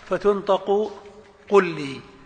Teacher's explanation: هو جعل حرفين حرفا مشددا واحدا، كقل لي فتنطق قل لي. · Term: الإدغام